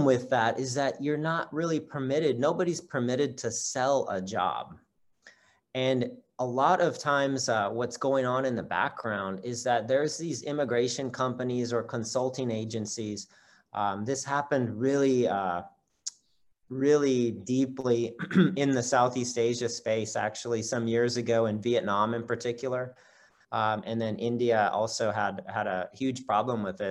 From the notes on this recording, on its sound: For those joining us on Zoom